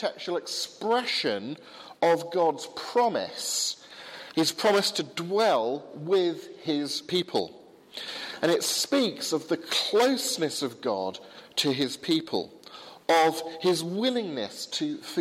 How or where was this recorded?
large echoing room